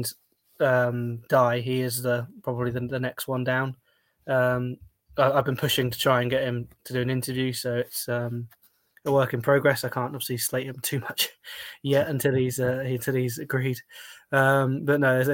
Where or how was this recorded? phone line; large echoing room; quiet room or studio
quiet room or studio